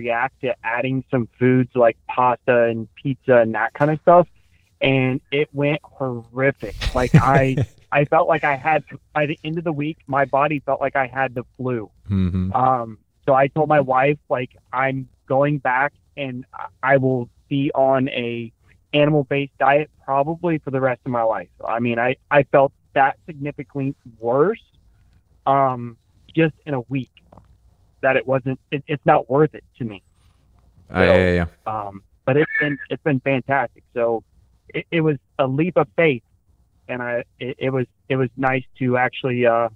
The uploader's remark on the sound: You’ll also hear LIVE callers ask questions